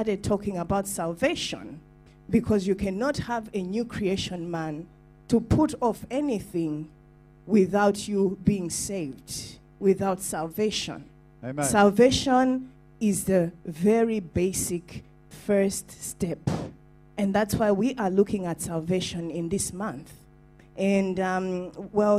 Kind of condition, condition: setting, large echoing room